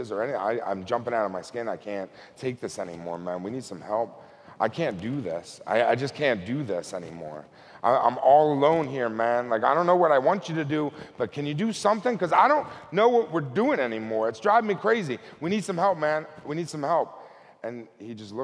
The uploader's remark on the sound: Recorded at TEDMED 2013.